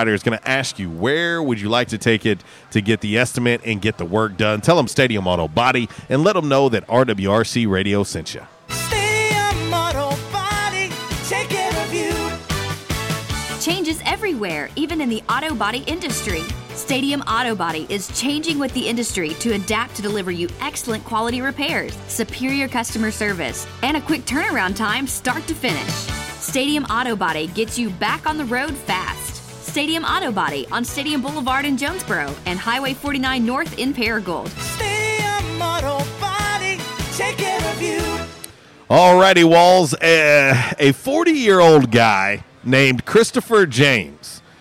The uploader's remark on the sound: LIVE from JTown's Grill!